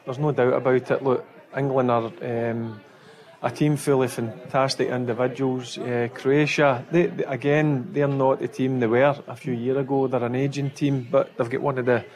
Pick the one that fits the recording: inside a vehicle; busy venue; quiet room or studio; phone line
busy venue